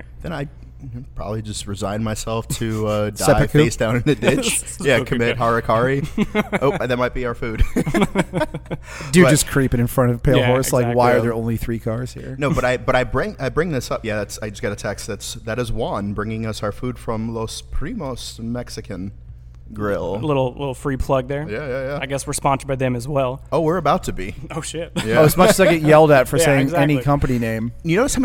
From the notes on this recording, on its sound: We are LIVE at the Pale Horse Coffee cafe